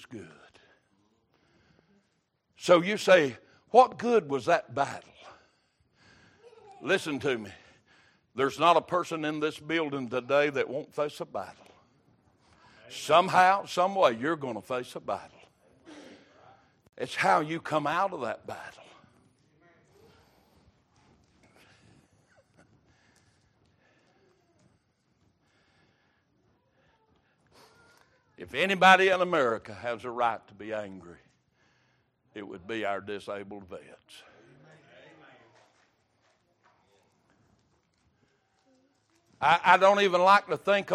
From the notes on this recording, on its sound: Sunday Morning Service